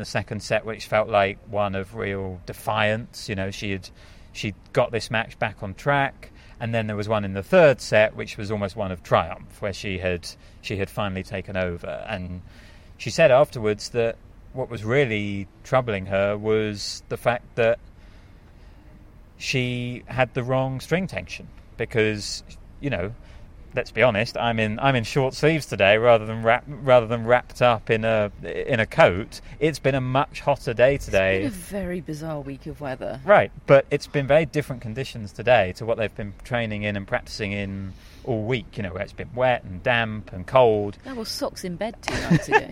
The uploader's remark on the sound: Live from Wimbledon